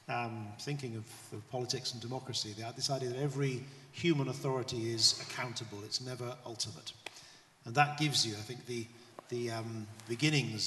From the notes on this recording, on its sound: This GodPod was recorded as part of a special event at St Mellitus College.